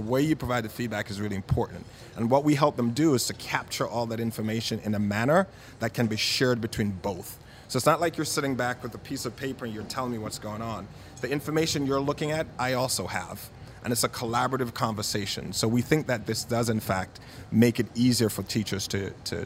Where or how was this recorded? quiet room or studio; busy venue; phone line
busy venue